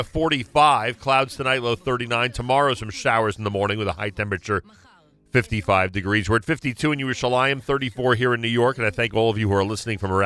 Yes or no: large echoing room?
no